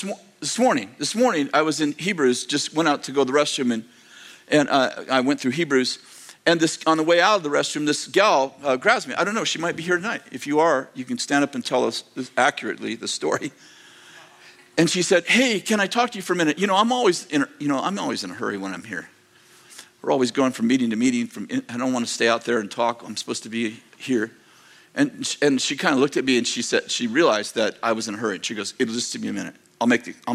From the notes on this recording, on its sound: delivered on December 17th, 2023, at Bethel Church in Redding, CA